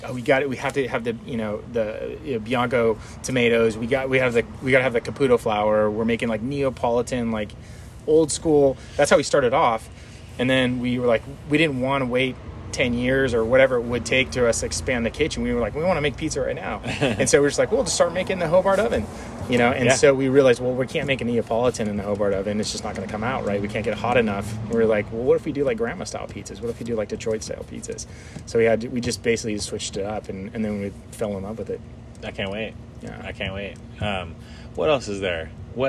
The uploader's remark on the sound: Imported from my record player, forgive any static and such.